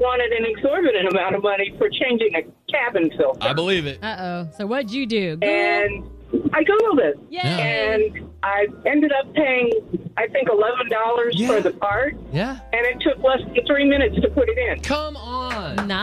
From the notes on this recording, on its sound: Listeners call in with some funny things.